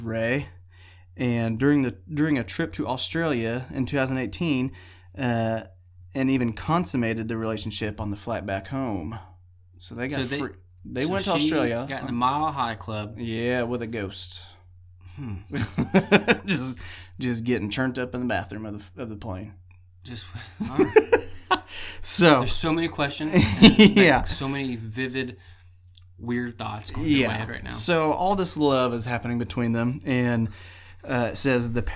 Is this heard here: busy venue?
no